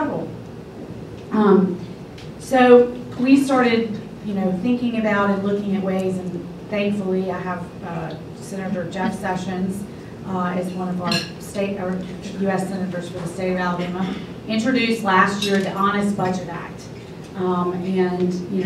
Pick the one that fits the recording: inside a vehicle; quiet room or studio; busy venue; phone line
busy venue